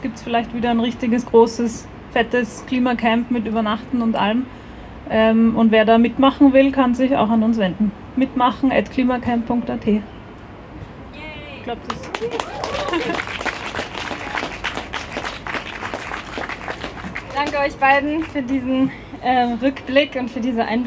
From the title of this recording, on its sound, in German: O-Ton] Eröffnung des Klima-Protest-Camps am 23. Mai 2021 am Donaukanal in Wien